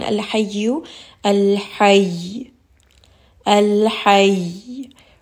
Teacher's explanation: Raise the voice a little bit, apply a little bit of pressure to make it obvious that there was a shadda here. · Term: nabr